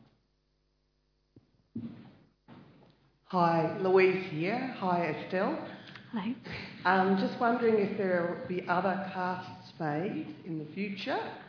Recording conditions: live audience